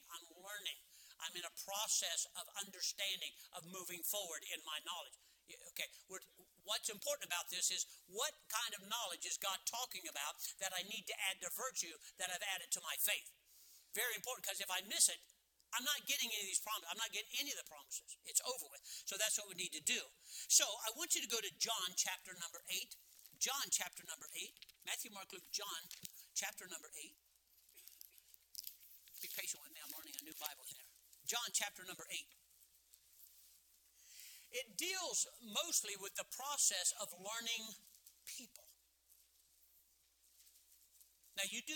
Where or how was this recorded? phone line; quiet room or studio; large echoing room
large echoing room